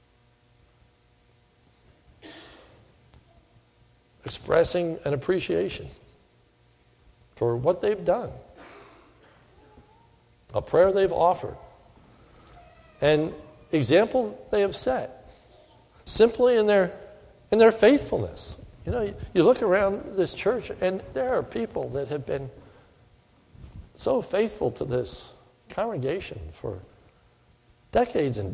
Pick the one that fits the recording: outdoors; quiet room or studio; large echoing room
large echoing room